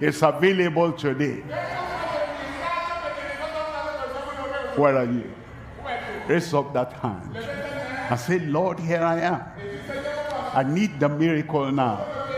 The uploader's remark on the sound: live from Douala, Cameroon.